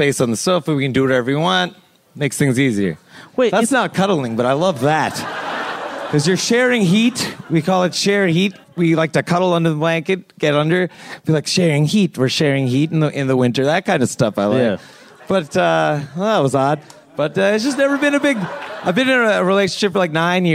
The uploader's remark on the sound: Recorded live in front of a paying audience. At Littlefield in Brooklyn, NY.